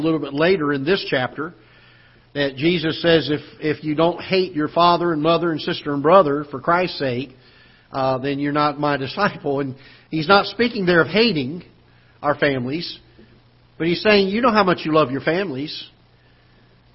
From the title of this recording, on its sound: Ketha Heights Baptist Church ~ Live Broadcast